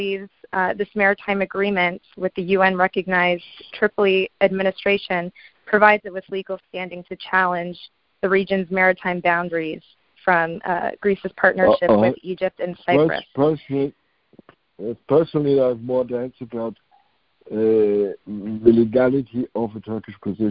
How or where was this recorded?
phone line